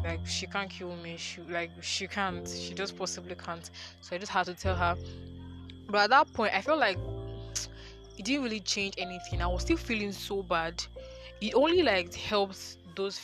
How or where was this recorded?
outdoors